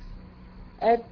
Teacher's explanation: فيها حبس صوت وجريان نفس